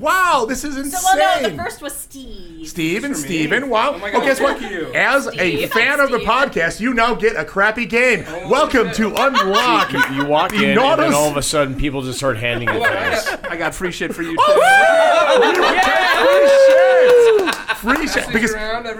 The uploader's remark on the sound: Adepticon #6 LIVE. We’re back at Adepticon for another chaotic live recording.